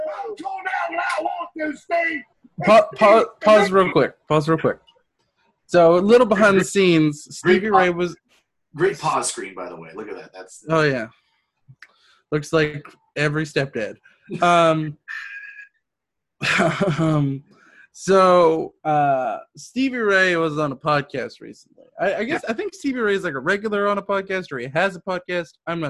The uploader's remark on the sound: Well Zoom lets us down a little on the audio within the episode